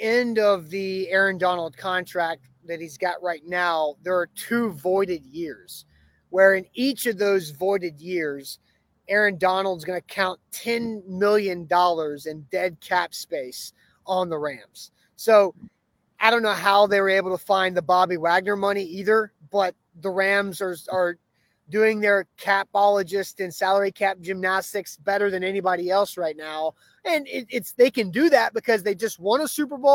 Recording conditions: outdoors